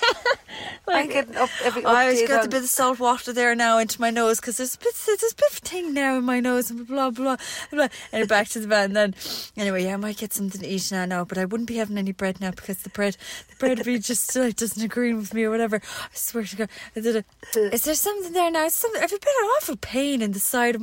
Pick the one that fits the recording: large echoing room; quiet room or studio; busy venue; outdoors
outdoors